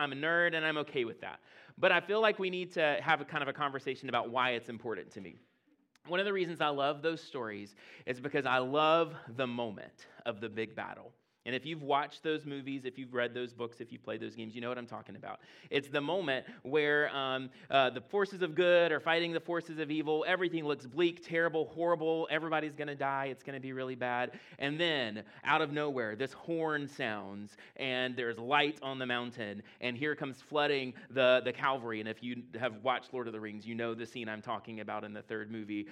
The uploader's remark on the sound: at Impact Church in Fredericksburg, VA